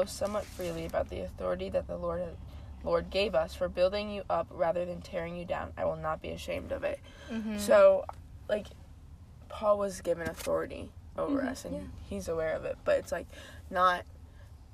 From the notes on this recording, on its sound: Welcome to Cozy Convos in the Car!